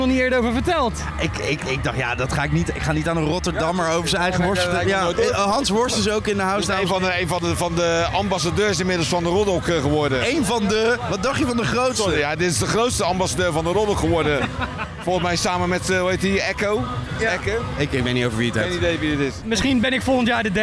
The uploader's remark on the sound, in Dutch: Live vanuit de artist village op Lowlands is dit de zaterdagaflevering van LLowcast. Doen verslag vanuit alle hoeken en gaten van het festival.